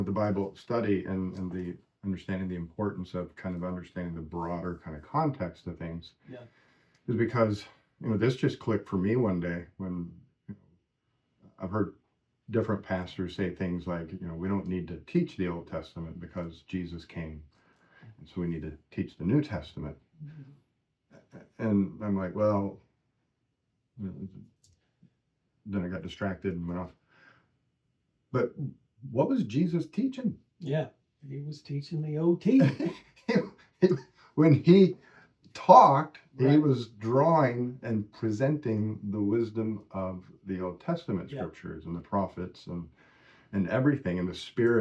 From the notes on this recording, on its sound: We had a problem with the audio in this episode.